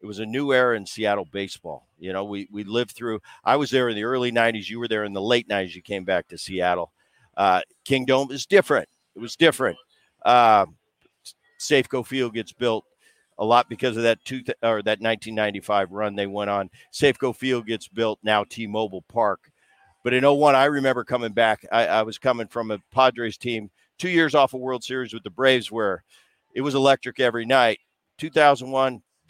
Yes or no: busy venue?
yes